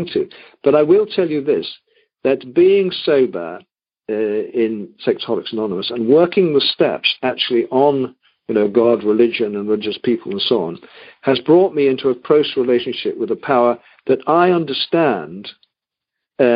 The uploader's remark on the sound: Monday Noon Phone Speakers Series